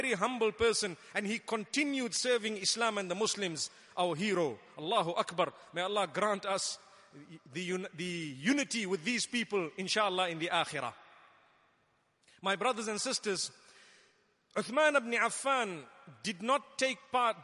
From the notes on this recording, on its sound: Delivered at Tuanku Mizan Zainal Abidin Musjid